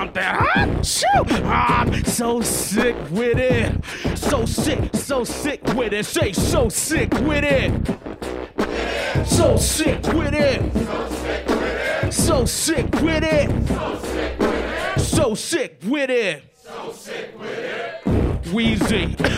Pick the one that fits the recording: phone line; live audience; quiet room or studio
live audience